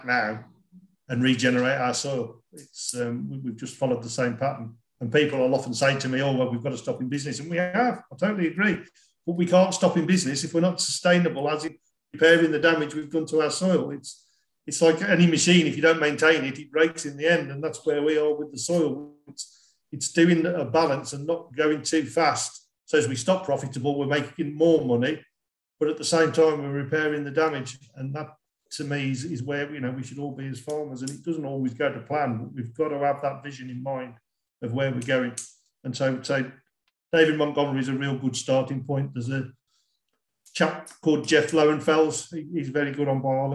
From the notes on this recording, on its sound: it comes from a live skill exchange call that I hosted from late last year, and the last half of the recording goes into the Q&A portion from farmers in our network.